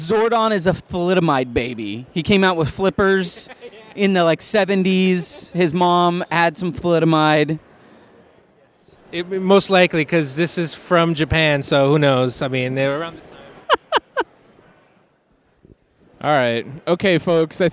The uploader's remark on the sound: On this special episode, The Pillagecast Team is on location at the Long Beach Comic Convention!